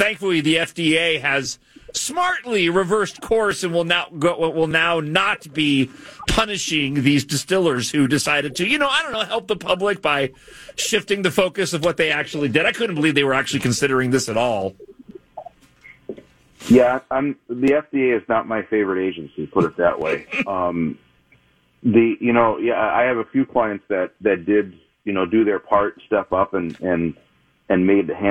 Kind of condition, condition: link, phone line